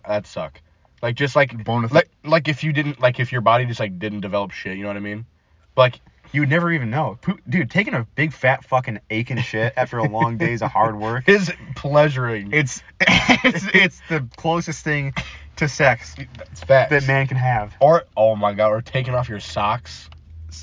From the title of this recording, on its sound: Chatting in the Car